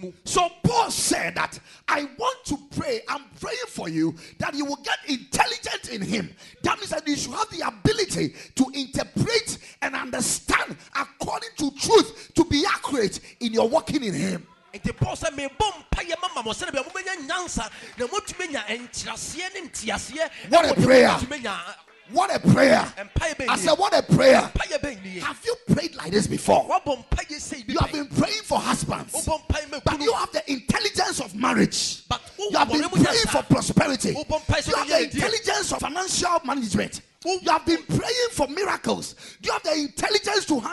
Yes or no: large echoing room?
yes